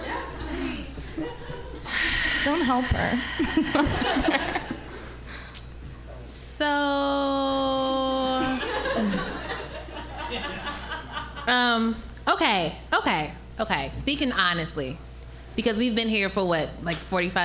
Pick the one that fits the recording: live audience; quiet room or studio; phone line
live audience